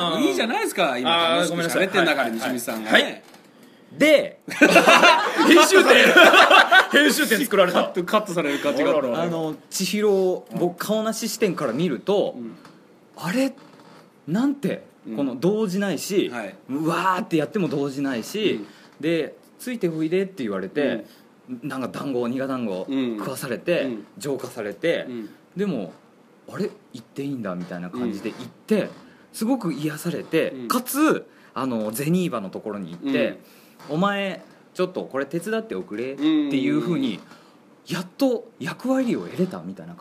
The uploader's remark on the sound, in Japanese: 公開収録。